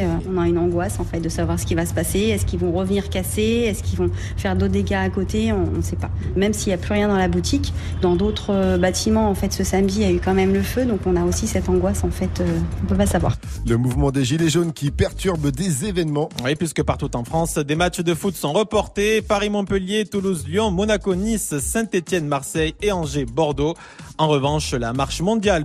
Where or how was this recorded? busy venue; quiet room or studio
busy venue